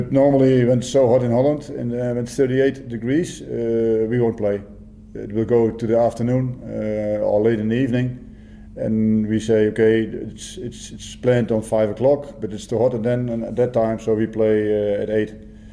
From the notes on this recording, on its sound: Hyundai A-League 2019/20 Round 9. Pre-Match Press Conference.